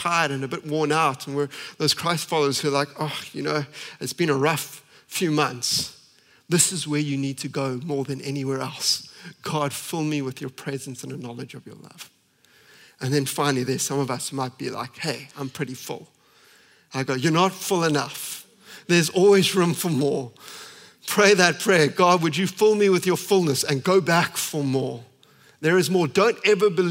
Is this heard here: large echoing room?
yes